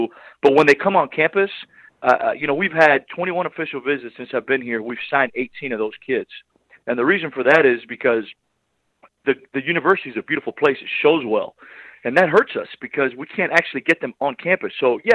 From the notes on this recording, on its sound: LIVE on the Back In Action Hotline. RWRC Radio on The Ticket 95.3 Fm/970 AM.